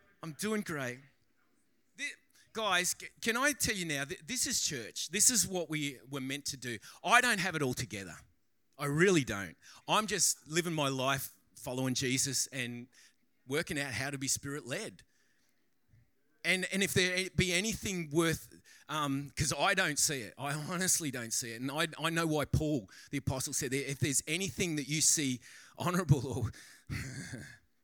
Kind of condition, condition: setting, large echoing room